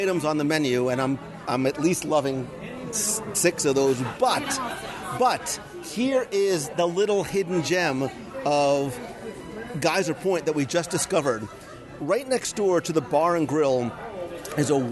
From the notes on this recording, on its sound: Geyser Point LIVE Review at Disney’s Wilderness Lodge. As part of the Copper Creek expansion to Disney’s Wilderness Lodge, the new Geyser Point Bar and Grill opened along the shores of Bay Lake.